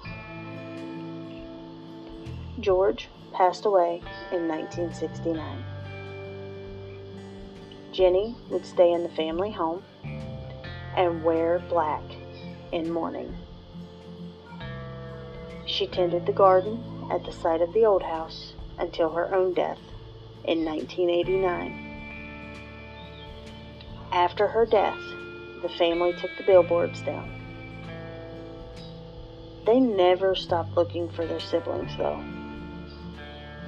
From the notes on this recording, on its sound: I apologize for the background noise. I tried recording at a different time and my 3-year-old wasn't cooperating.